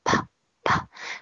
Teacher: 发出来就行。他的发音轻轻地，啪，啪，不要读破，呃，要不然你拼读单词肯定是错的了。就轻轻地碰嘴唇发，啪，啪，声带都没有震动